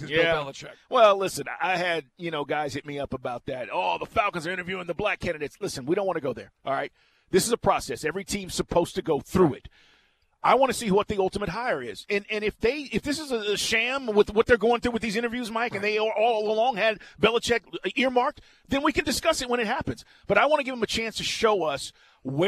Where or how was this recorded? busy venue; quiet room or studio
busy venue